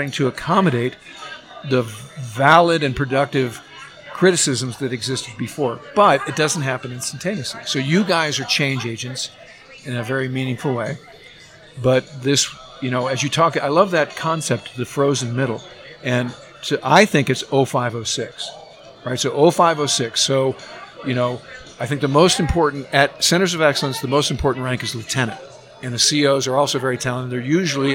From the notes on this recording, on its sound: Live from Tailhook 2019